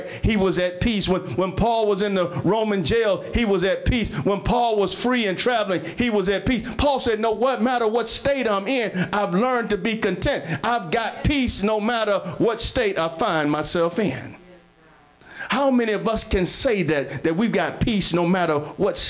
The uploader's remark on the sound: Sermon preached from Wesley AME Zion Church.